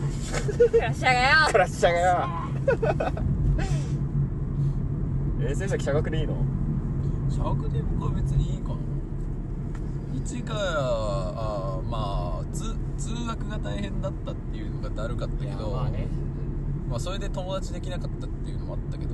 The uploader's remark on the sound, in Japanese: 立ち上げメンバードライブラジオ④ 〜江ノ島編〜。収録中は常時マスクを着用しております。